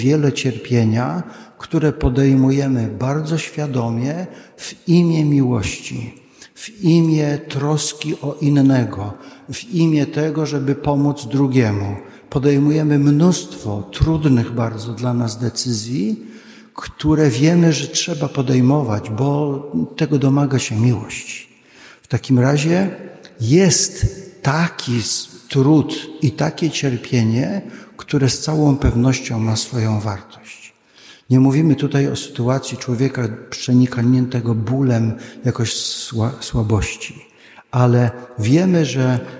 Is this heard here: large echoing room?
yes